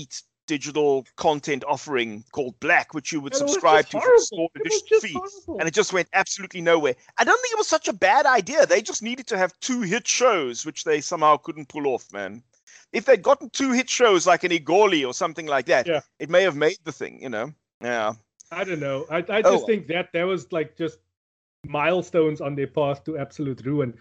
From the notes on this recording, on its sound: Recorded via Skype